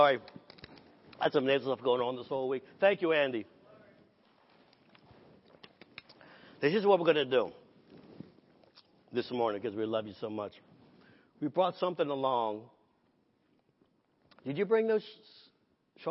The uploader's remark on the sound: Sunday Morning Service.